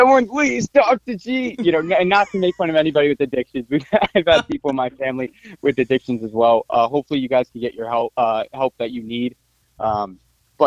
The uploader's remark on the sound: called in and took over the show